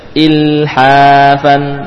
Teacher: lam tidak boleh memantul suaranya